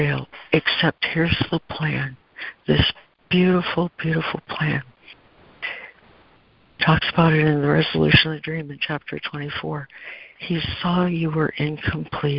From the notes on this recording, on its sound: ACIM Daily Conference Call.